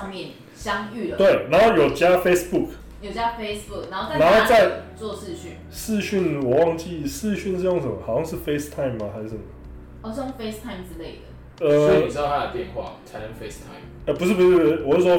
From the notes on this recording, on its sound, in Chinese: 早期節目錄音品質不佳，敬請見諒